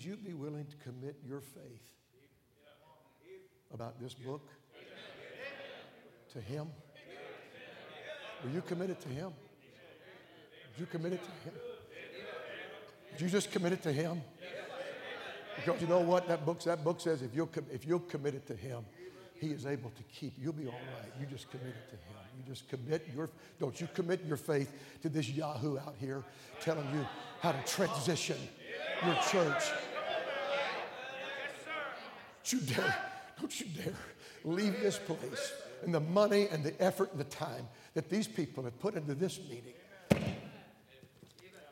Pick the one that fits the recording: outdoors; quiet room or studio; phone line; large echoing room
large echoing room